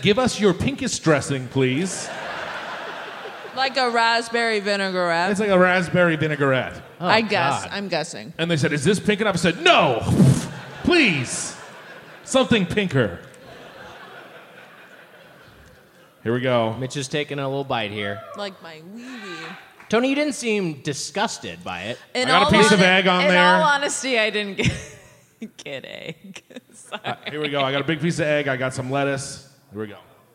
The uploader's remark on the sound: Recorded live at the Neptune Theatre.